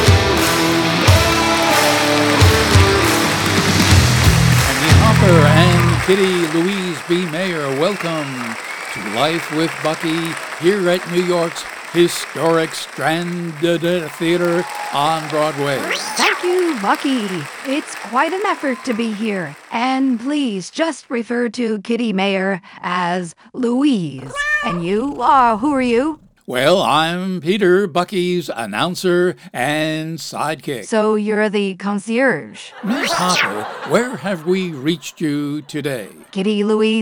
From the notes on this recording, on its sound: Live from the Stranded Theater in New York City.